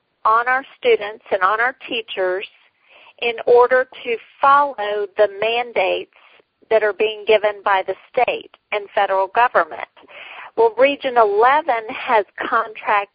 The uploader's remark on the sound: Women On The Wall Conference Call